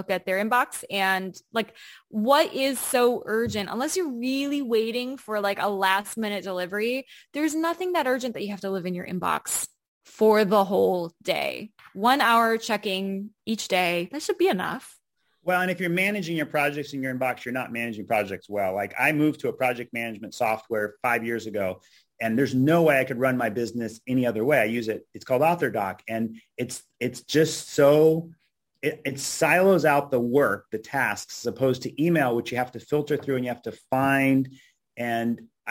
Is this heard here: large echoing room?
no